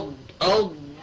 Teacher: فإذا أردت أن أسكنها وجدت أن الصوت انقطع وأن النفس لا يجري فأقول أض أض الصوت انقطع والنفس لا يخرج. · Term: شديدة